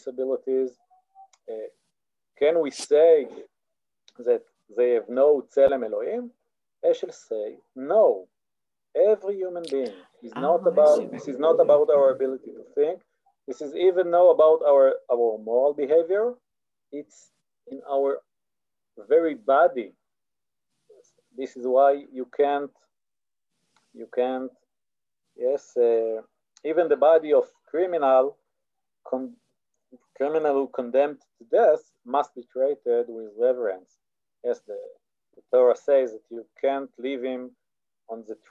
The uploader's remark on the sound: This audio was originally captured from Zoom.